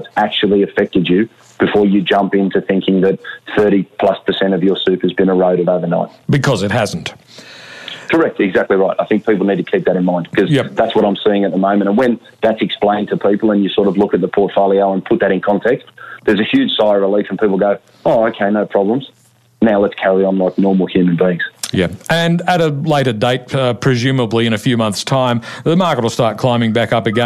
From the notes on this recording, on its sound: Via telephone given the new social distancing requirements that have come into play.